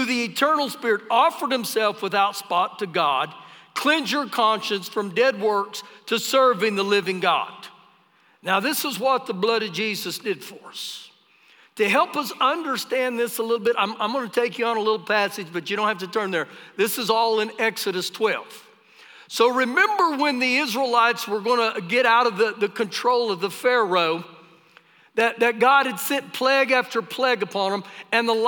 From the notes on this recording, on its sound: Recorded live during our Sunday morning service